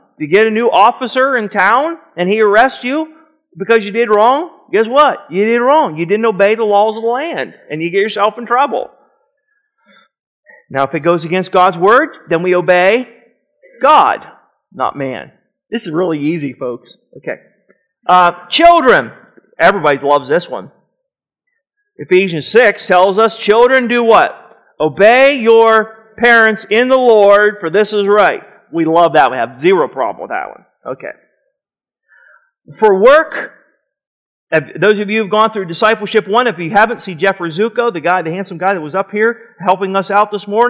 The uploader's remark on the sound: Sermon was recorded January 04, 2009 at Northside Baptist Church of Elkhart, Indiana